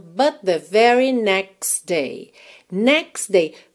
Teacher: Nessa linha, nós temos aqui aquele exemplo que é muito comum de junção de duas consoantes oclusivas. Nós temos but the, next day, tá bem?